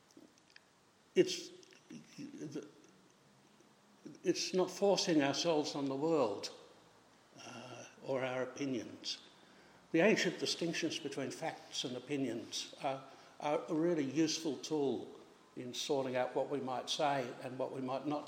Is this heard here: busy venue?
no